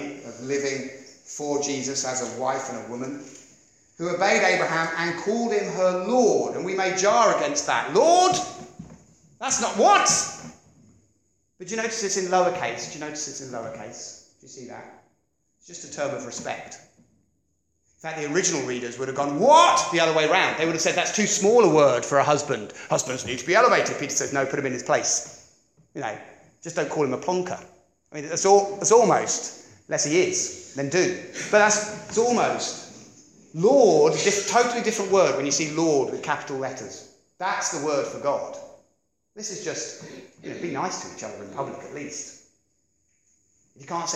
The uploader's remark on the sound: Preached 30th Oct 2016 at Beacon Church